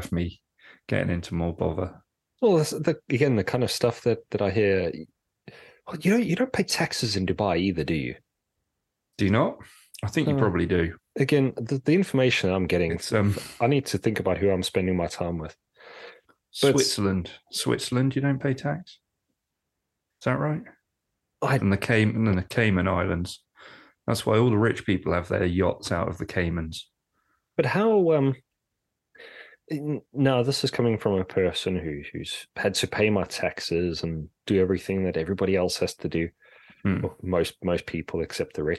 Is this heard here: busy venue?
no